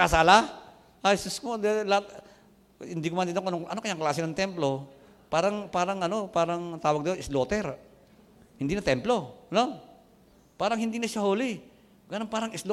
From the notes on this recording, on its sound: Recorded on April 04, 2021, at CJCRSG Main, Sto. Tomas City, Batangas.